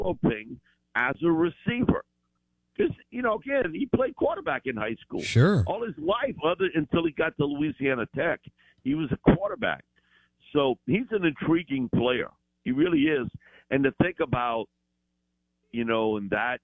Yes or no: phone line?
yes